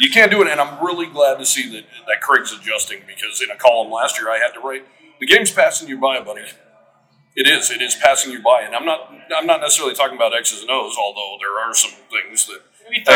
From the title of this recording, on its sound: Live from Mountain West Media Days